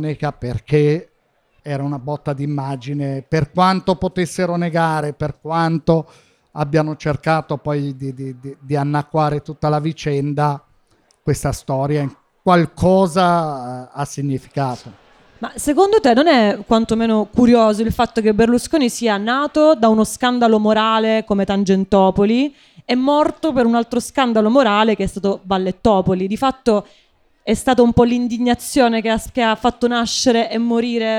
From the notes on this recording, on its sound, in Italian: In questa puntata speciale LIVE in collaborazione con #Iconografie2023. Festival sullo spirito del tempo presente, la terza edizione del festival organizzato da Iconografie.